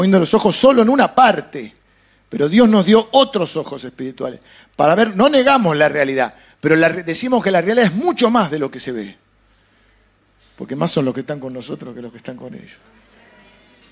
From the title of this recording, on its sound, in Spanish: EN VIVO